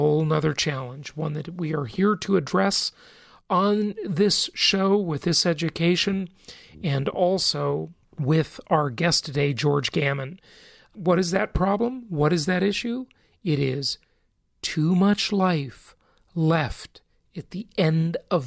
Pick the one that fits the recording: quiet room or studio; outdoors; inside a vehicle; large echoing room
quiet room or studio